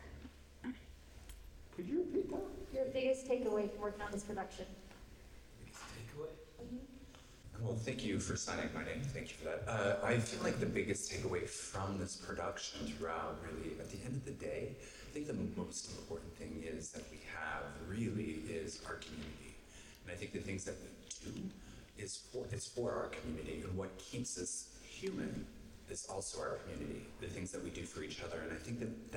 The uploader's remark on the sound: This podcast was recorded during San Diego Comic-con 2022 as part of AMC press conference